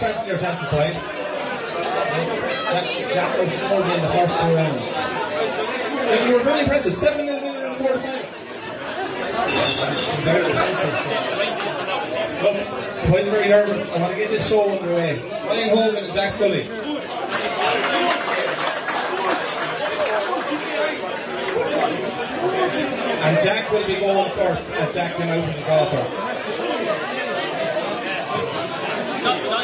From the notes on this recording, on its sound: Finale night in the Square Bar. Came to a conclusion in the Square Bar in Portlaoise. In front of a live audience. With a full house and a cracking atmosphere.